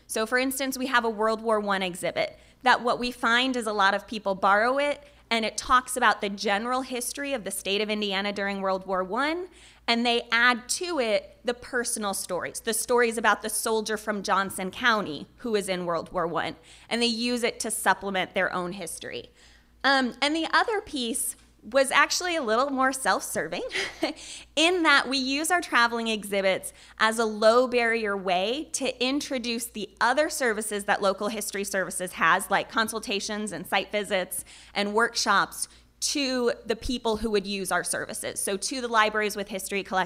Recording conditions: large echoing room